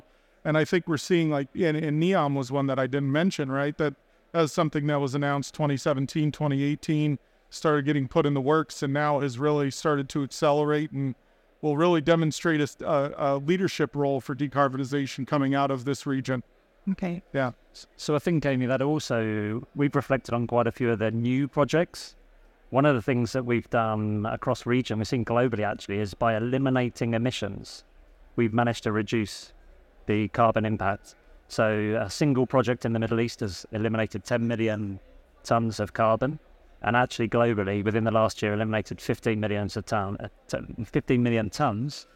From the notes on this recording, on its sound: Recorded live at ADIPEC 2023